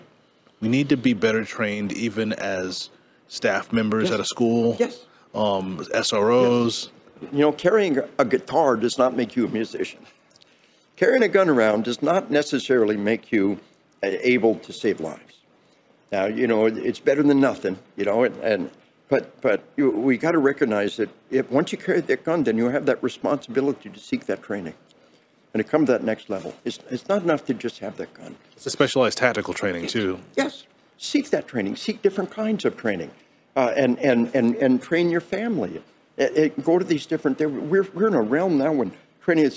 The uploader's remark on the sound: conversation recorded at the 2022 NRA convention in Houston